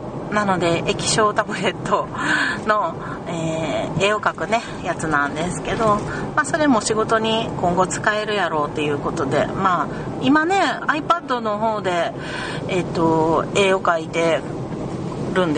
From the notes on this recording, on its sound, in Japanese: なんと130㎏ものゴミを車に積んでの収録でした。時々、ギシギシという車の音が聞こえるかもしれませんｗ。